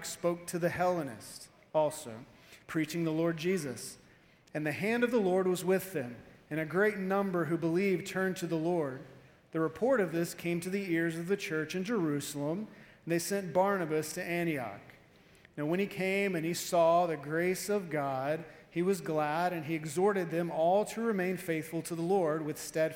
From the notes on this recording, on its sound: Evening Service-Missions Conference